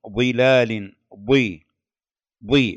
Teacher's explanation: بالرغم أنه مكسورة نلاحظ هذا الحرف المطبق المستعلي مفخما